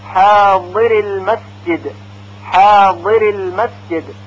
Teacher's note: در تلفظ حرف ح میبینیم که زبان به طرف پایین میل پیدا میکنه و فاصله بین سطح زبان و حنک اعلا ایجاد میشه که هوا به راحتی از اون عبور میکنه · Term: انفتاح